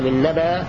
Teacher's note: بإبدال الهمزة ألفا تمد بمقدار حركتين